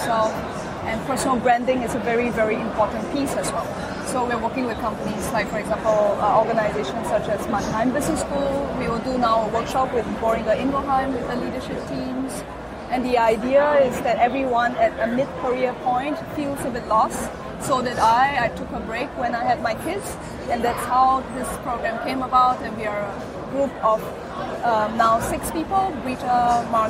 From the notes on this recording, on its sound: The video interview was recorded at SAP next-gen stage at Entrepreneur University in Wiesbaden, Germany. Thank you to SAP Next-Gen for providing us space.